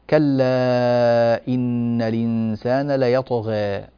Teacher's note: هنا الغين تقلل هي والألف التي بعدها لورش قولا واحدا